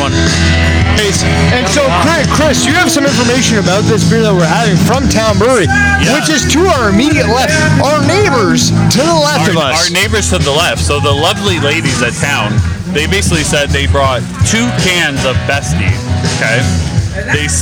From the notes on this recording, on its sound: The guys take a tour to Paris...Ontario for their first live event! The first live event was held at the Paris Drinks Fest in Paris, Ontario. We have our first live interviews, our first fan of the podcast appearance. We hope you enjoy the environment as live music plays in the background throughout the podcast.